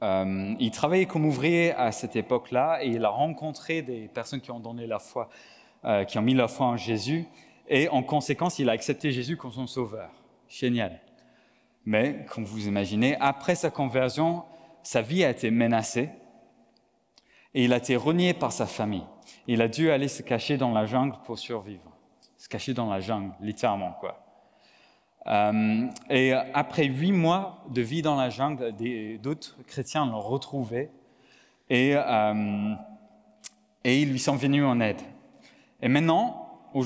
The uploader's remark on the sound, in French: Enregistré à l'église CVV.